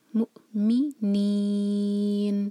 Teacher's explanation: حمزہ پر cut off sound اور پھر می پر زور